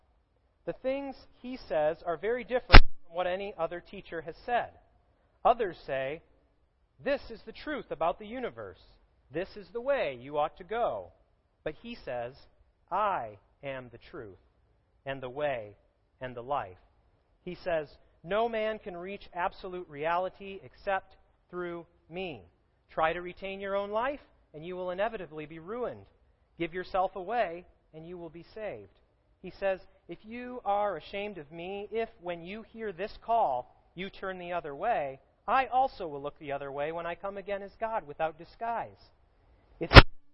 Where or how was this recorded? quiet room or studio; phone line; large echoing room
large echoing room